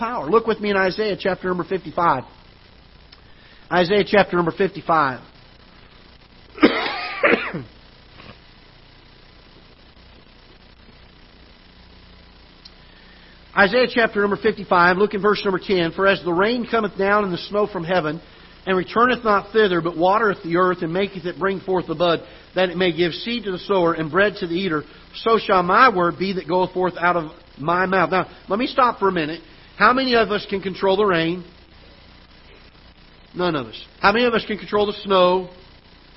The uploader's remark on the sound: Ketha Heights Baptist Church ~ Live Broadcast.